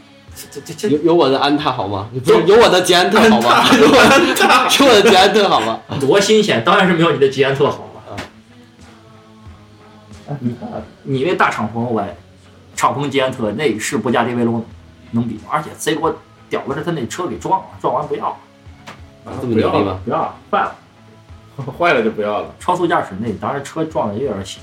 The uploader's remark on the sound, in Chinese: 这一期在录制阶段产生了严重的录制现场事故，我们花了很多功夫来处理背景声里的噪音，但依旧没法完全消除。